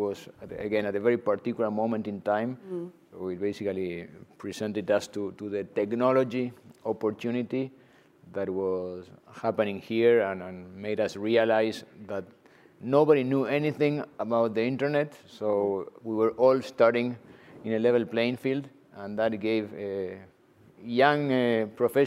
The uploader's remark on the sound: During student-led interviews and before a live audience.